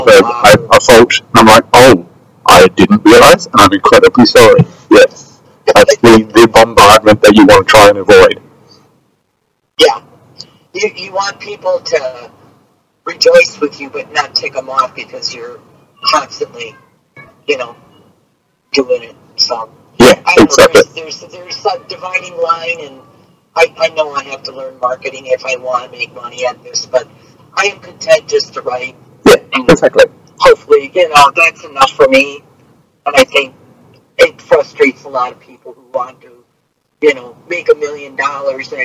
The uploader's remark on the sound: During the recording, there were significant audio issues that affected the quality of the interview. The production team has put in their best efforts to provide you with the best possible version of the interview.